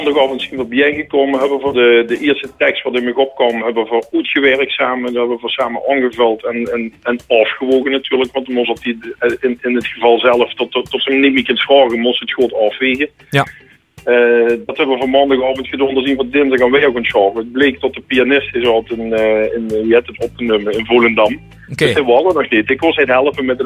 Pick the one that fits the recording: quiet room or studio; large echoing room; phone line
phone line